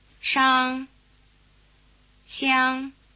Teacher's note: You'll have to shift gears from retroflex to palatal tongue positions.